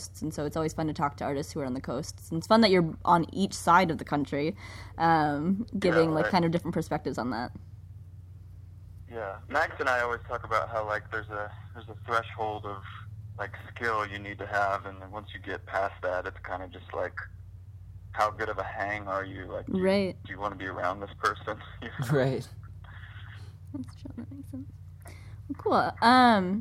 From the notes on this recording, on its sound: Interview via phone